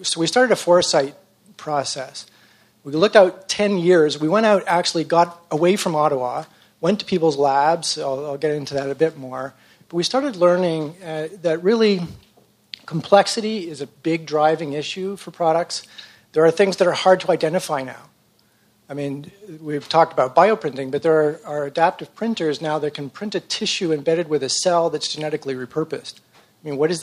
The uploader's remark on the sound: 2020 Live: 5th Annual Health Innovation Summit